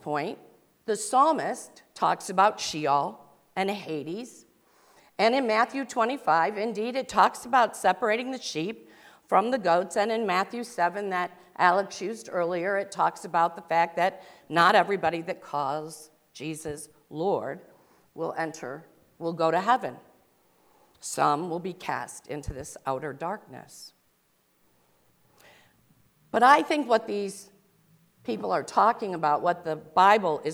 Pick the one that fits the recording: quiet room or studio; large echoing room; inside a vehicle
large echoing room